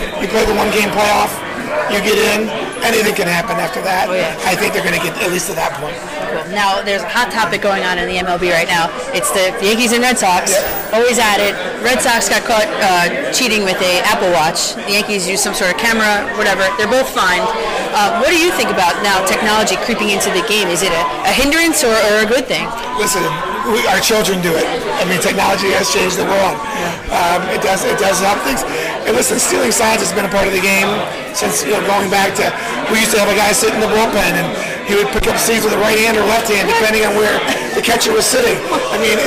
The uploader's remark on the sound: A Mint Pros Stadium Suite Event. Meeting fans at Yankee Stadium.